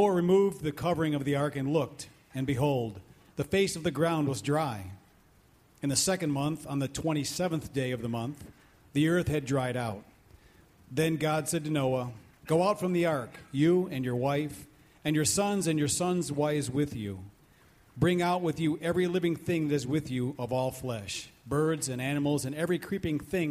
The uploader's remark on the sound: These messages were preached at Valleybrook Community Church meeting at Kaneland Middle School, Maple Park, IL